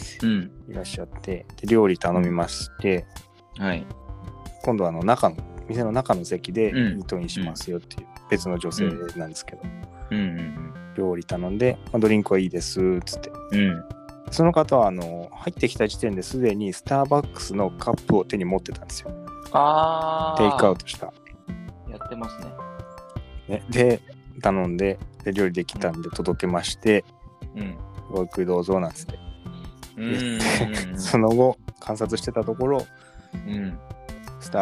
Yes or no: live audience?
no